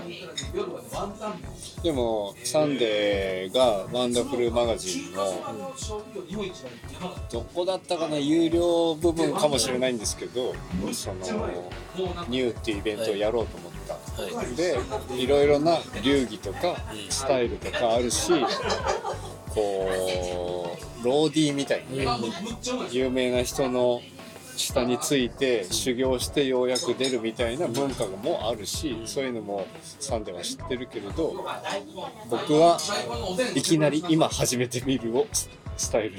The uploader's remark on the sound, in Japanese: 大阪中津の COVOJEANよりお届けします。撮影許可を頂いて店内での収録ですが、他のお客様の会話音声も聞こえます。お聞きづらい部分もあるかと思いますが、ご了承ください。